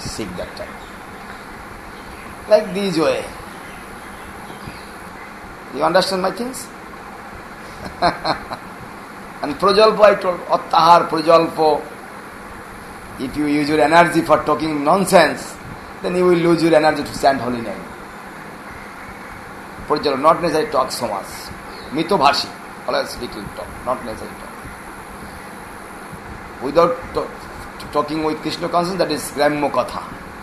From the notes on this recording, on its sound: An extract from a lecture given on 7 September 2009 in Sri Chaitanya Saraswat Math, Nabadwip Dham.